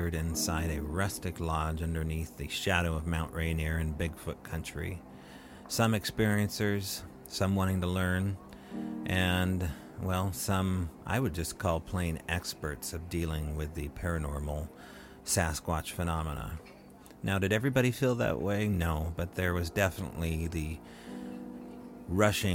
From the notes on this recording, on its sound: sits down with the speakers and attendees of the 3rd International Primal People Conference in Enumclau, Washington